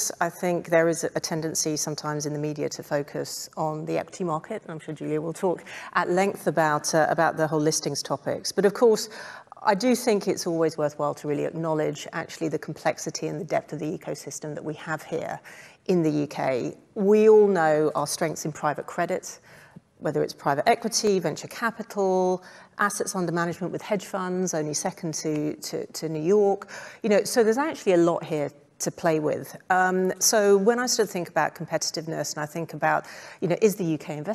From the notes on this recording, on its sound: Recorded in front of a live audience.